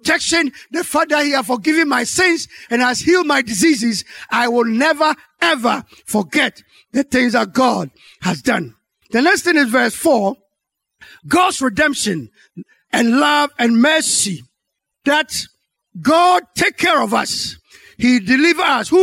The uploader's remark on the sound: Sermon preached at Calvary Baptist Church